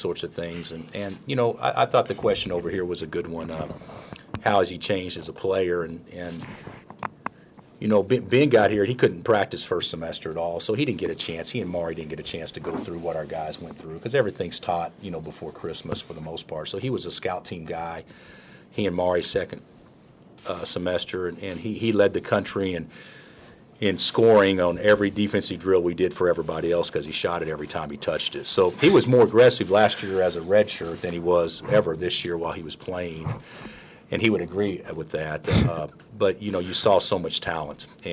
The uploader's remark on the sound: during a press conference